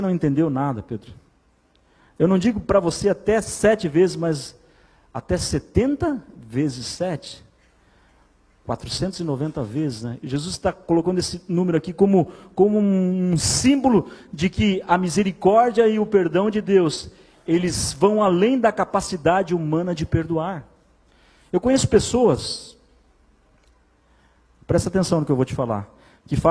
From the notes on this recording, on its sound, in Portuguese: Em nosso Culto de Celebração. Igreja ABA Blumenau (Transmitido ao vivo).